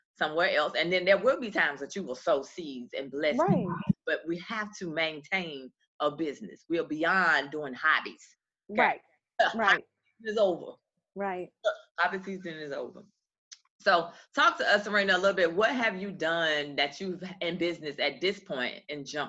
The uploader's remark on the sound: This is a recording of a recent webinar